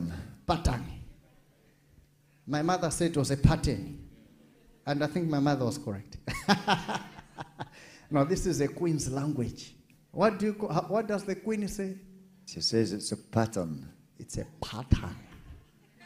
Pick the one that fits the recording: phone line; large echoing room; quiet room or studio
large echoing room